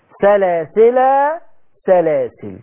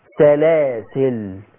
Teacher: شلت الالف وسكنت اللام · Term: حذف الالف